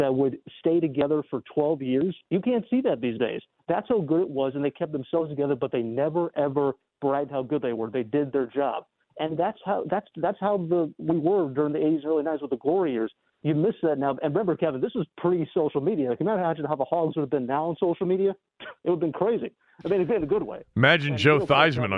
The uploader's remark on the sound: takes calls from listeners